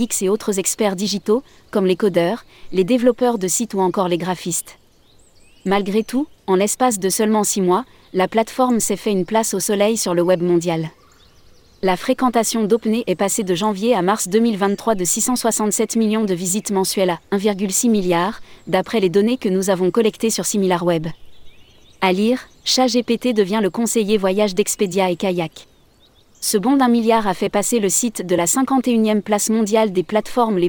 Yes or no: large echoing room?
no